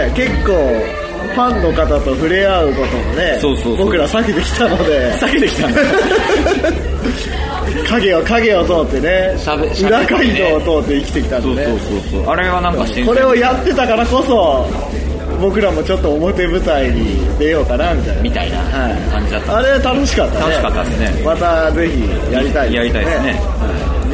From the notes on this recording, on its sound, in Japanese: 2009年最後の録音はクリスマス一色に染まる渋谷lounge neoでのライブ楽屋からお届け。